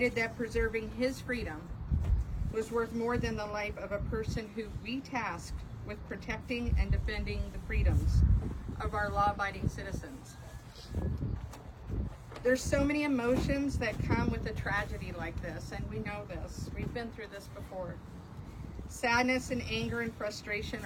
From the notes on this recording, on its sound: Alamogordo Police Department Press Conference